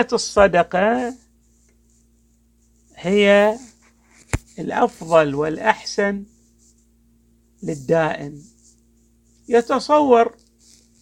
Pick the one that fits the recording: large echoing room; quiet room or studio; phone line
large echoing room